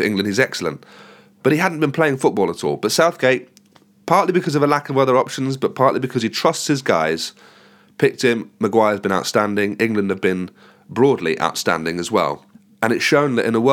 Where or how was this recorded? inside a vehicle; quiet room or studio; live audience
quiet room or studio